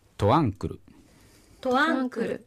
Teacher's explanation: クルではなくて最後 R の音だけで、母音がつかない、クルっていうふうな発音になってます